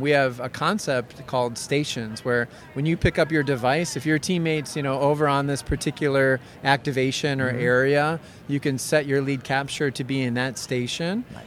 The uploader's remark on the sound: Live On The Show Floor From ExhibitorLIVE